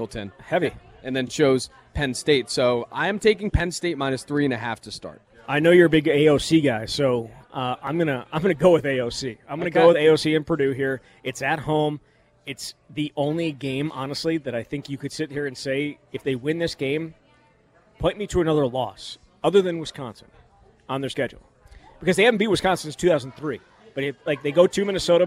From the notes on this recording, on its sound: live from Monk's Bar and Grill in Sun Praire